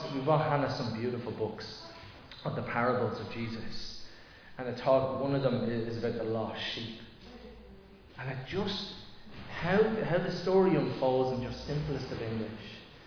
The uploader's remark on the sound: Recorded live in Liberty Church on 2 July 2023